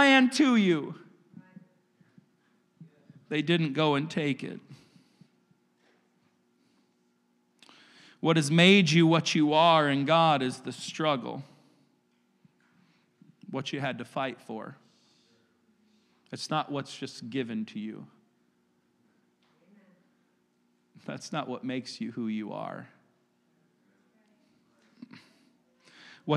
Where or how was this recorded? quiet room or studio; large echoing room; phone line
large echoing room